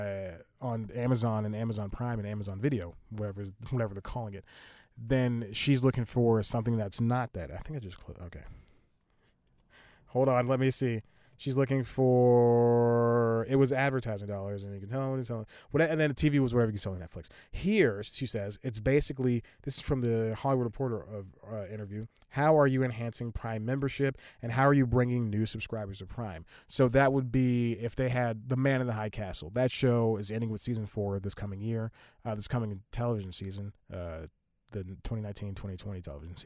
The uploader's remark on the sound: recording in the car